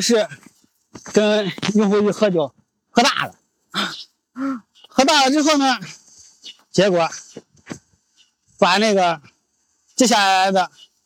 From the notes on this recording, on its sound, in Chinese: 这期的声音是在清晨的北京公园录制的